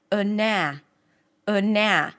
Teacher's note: The first syllable in this case is a schwa. A very reduced and neutral sound.